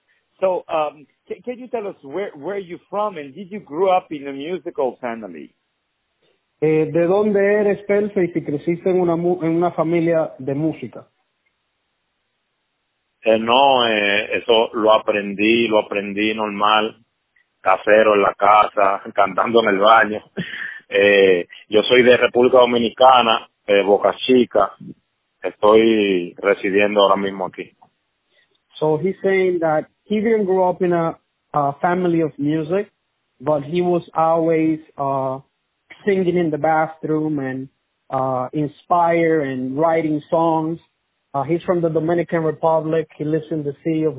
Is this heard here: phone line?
yes